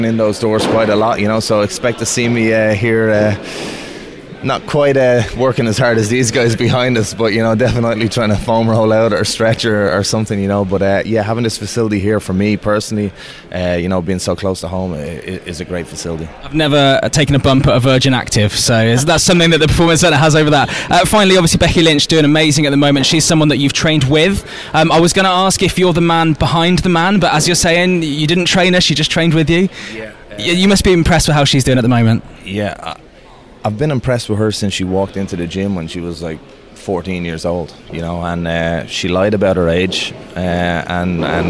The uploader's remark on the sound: The Pro Wrestling Show comes live from the NXT UK PC.